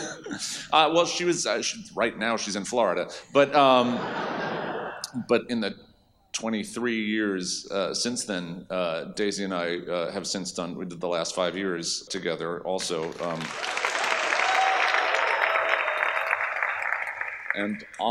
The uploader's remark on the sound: Recorded Live.